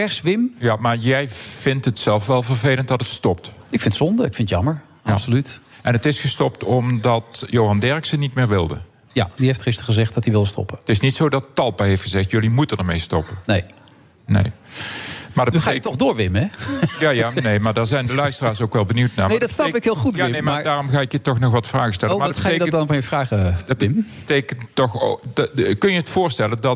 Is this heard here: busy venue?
yes